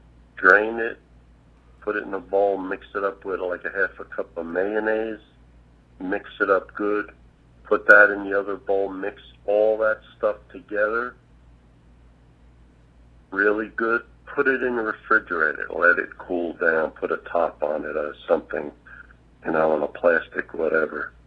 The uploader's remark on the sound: Listener phone calls.